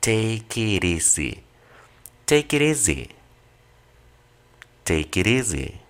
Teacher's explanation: la T, cuando después tiene una vocal, la vas a pronunciar normalmente en el inglés americano como una R.